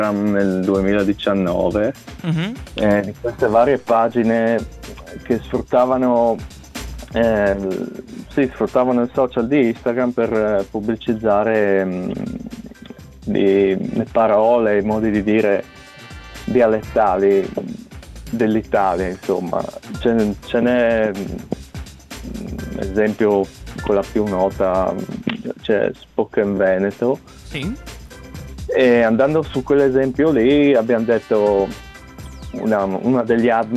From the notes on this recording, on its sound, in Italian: Nel programma del mattino abbiamo avuto al telefono uno degli admin di Spoken Carnia.